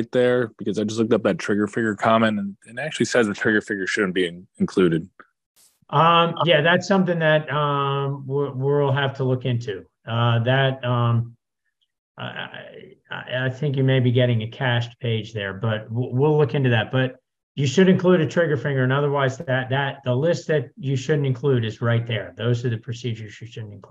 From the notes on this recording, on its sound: This is an audio-only version of the recent webinar